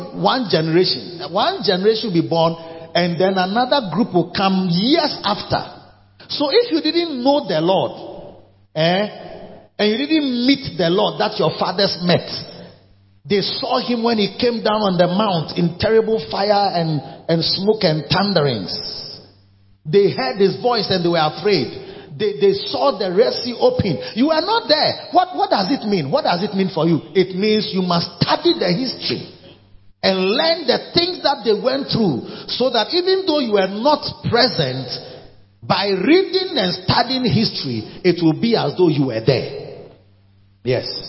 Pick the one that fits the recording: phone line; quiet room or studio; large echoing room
large echoing room